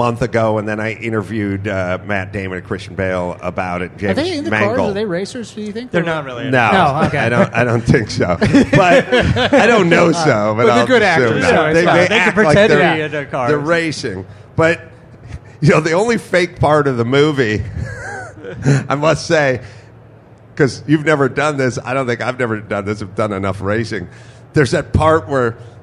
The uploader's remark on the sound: Live from K&N Filters at SEMA. Live at the K&N Booth at SEMA.